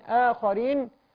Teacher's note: كلمة آخرين فيها حرف الخاء حرف استعلاء فبالتالي نحذر من تفخيم الألف الهمزة